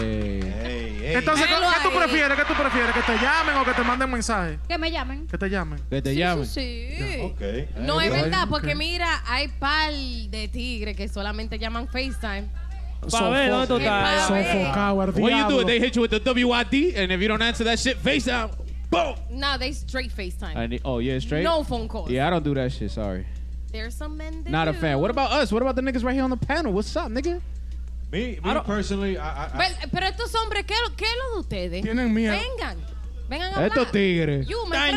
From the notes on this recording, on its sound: Season 4 finale live at Lugo Lounge in NYC!